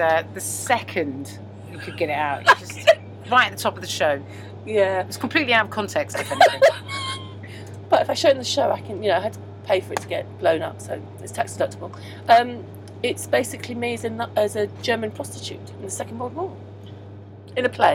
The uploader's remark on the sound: on a Virgin train from Birmingham to Euston